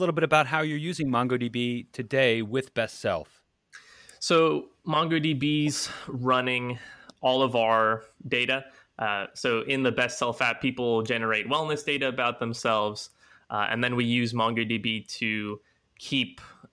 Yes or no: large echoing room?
no